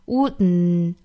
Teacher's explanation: 我们用鼻腔去憋一下这个嗯的音 · Term: 鼻爆音